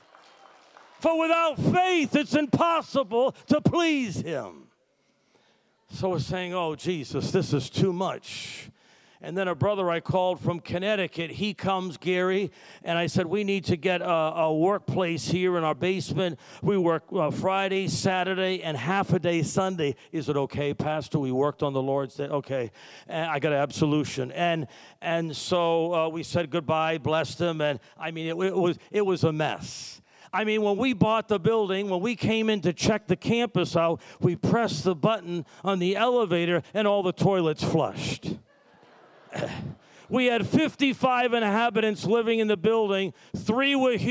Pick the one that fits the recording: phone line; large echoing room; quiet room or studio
large echoing room